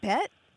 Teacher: it does have that tone scoop, but I think it's more of a challenge than a question